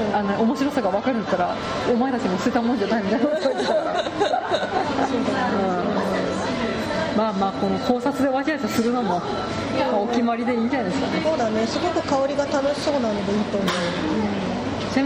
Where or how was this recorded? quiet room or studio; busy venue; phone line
busy venue